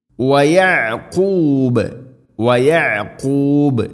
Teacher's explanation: യഅഖൂബ് എന്നതിൽ ഐൻ തൊണ്ടയുടെ മധ്യഭാഗം